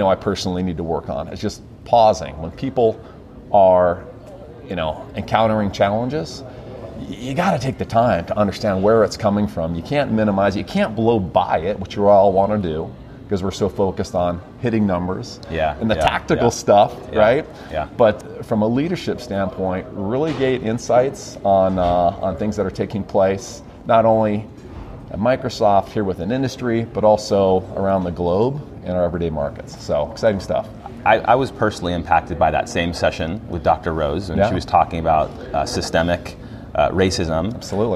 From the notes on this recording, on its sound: Today's episode is a series of (3) LIVE interviews taken from the February 2020 BAM conference, or Blacks at Microsoft conference.